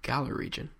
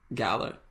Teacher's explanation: You barely pronounce the R.